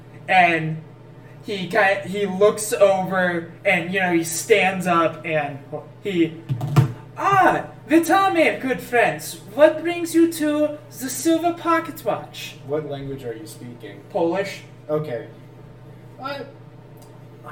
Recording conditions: poor microphone